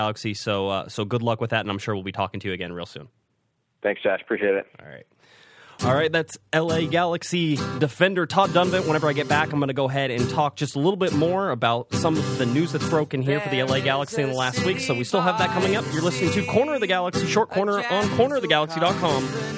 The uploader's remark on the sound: called into the show